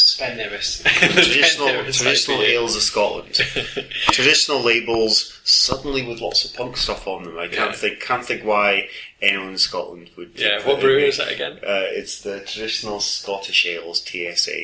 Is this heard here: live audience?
no